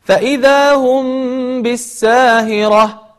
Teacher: حرف الميم أتى بعده حرف الباء فأصبح عندنا إخفاء شفويا، فبعض الناس يقولون فإذا هم بالساهرة فإذا هم بالساهرة، وهذا خطأ، لا تظهر الميم ولكن اجعل مع حكم الإخفاء كما سأطبقه الآن، فإذا هم بالساهرة.